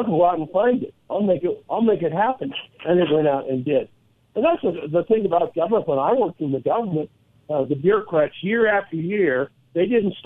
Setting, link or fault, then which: link, phone line